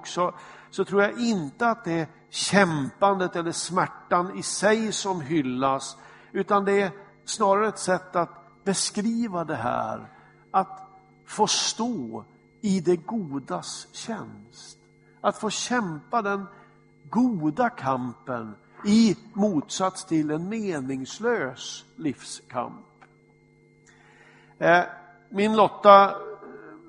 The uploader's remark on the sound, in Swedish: Inspelad i Smyrnakyrkan, Göteborg.